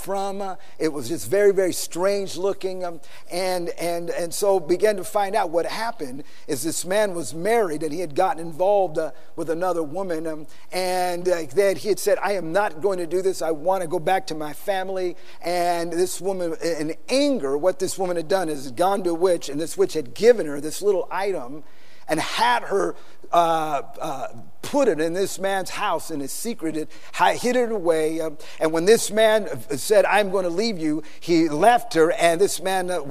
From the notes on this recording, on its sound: PREACHED IN SAN ANTONIO TX 2011.